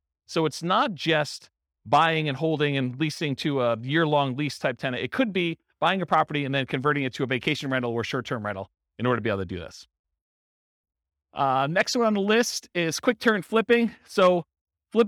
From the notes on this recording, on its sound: This was a live class recorded.